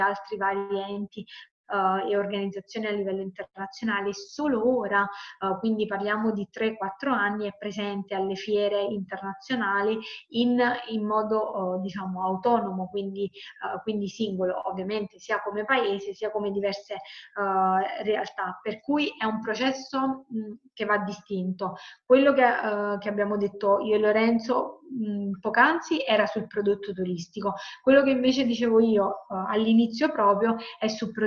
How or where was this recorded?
video call